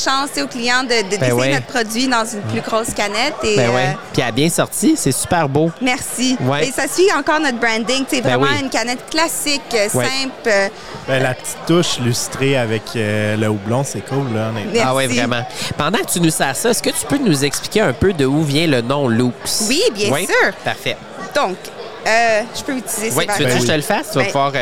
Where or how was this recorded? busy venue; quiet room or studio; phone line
busy venue